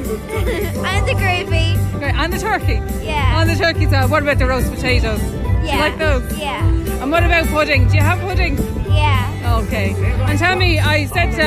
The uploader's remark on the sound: was out and about at the Roscommon Christmas Fair chatting to some of the people who turned up for the festive event.